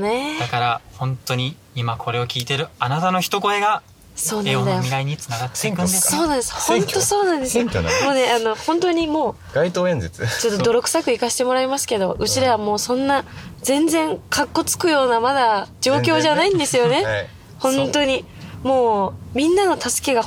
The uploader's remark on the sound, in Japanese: 興奮冷めやらぬ帰りの車内にて収録した